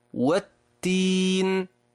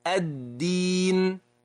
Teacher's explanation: لاحظ التاء وما فيها من نفس، ولاحظ الدال وما فيها من حبس النفس